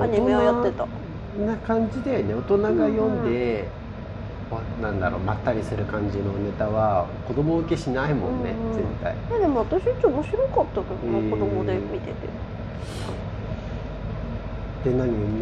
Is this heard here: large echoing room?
no